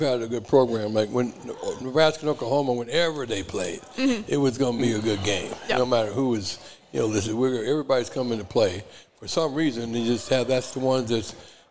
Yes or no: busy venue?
yes